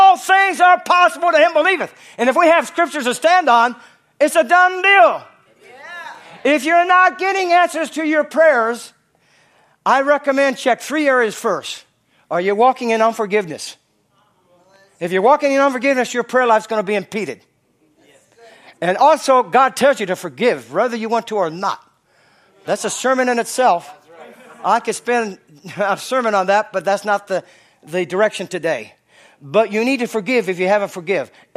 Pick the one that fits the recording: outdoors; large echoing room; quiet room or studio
large echoing room